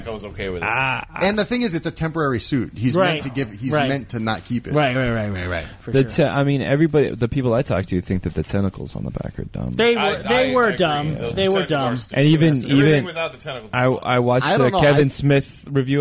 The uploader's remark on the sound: All recorded live at Maui Comics & Collectibles.